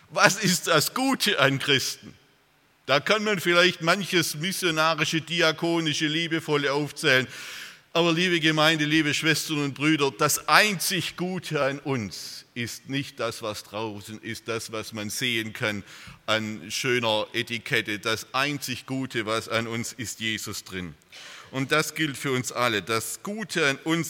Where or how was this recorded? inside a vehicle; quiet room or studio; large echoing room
large echoing room